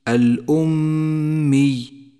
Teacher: الميم المشددة تحتاج إلى غنة زمنها حركتان